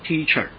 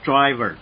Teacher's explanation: 我们要介绍最后一个原因，第十四号的原因就是轻声音。轻声音是一个冒号，冒号写在哪里？写在字母的脚下。轻声音它是独立的，它不属于任何家族，它可以放在任何一个字母的下面。当它放在任何一个字母的下面呢，它就构成了一个音节。我们举例来讲，像这个 bait，为什么是 bait？因为它肚子里有一个变音点，所以它不读 wait，加了一个变音点，它读 bait。 bait 再加上轻声号，它就不是 bait，它就变成一个音节。这个音节呢，我们要用到它的拼音是 b， b 再加 e，就是什么？就是 b eb， b e b 呢，这个 e 是半拍，很轻很轻的 e 半拍 · IPA: ə